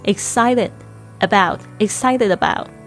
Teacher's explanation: 你要说它是辅音之间，它就会有浊化的现象，它就念起来不像 t 的声音，有点像了了的声音